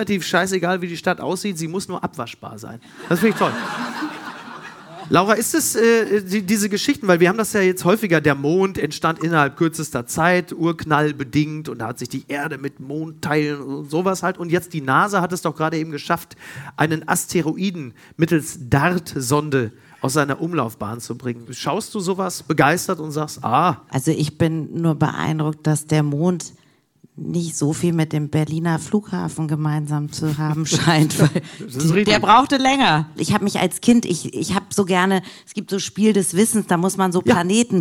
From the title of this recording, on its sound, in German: live aus Frankfurt